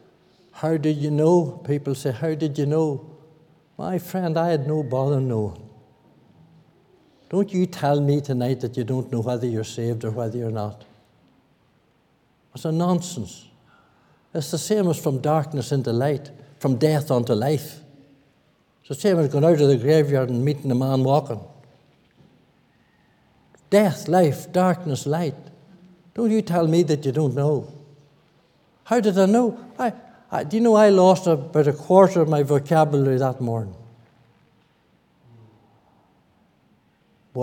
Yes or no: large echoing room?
yes